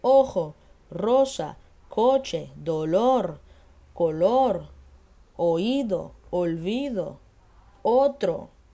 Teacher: Em espanhol, o som do O é fechado, então é sempre ó